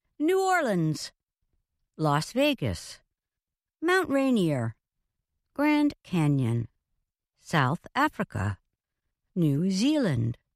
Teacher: Proper nouns that are more than one word are considered compound nouns, and they usually carry the stress at the start of the second word.